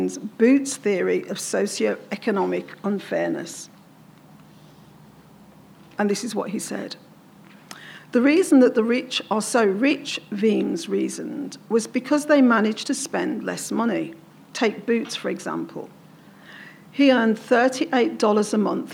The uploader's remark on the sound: presenting the lecture in the beautiful environs of the Spiegeltent